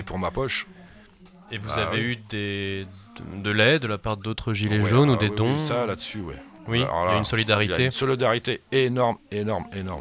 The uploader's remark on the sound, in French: Libre antenne Gilets Jaunes à la seconde Assemblée des Assemblées à Saint-Nazaire.